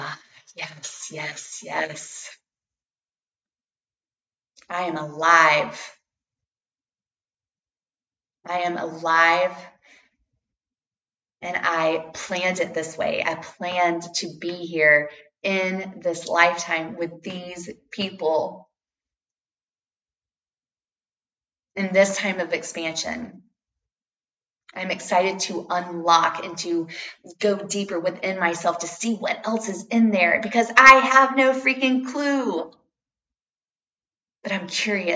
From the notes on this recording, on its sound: The podcast stopped recording at 33min 33sec!